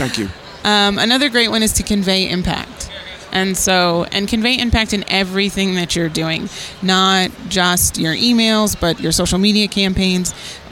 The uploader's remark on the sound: This was recorded at the 2023 Nonprofit Technology Conference, hosted by NTEN.